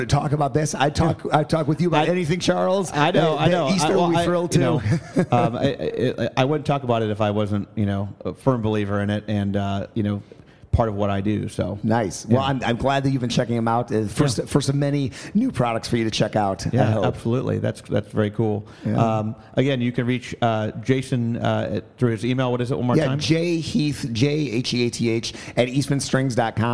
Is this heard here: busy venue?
yes